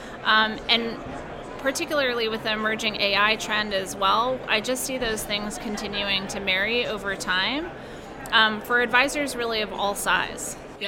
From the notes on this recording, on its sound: Special episode from T3. Live from the T3 expo hall in Tampa, Florida.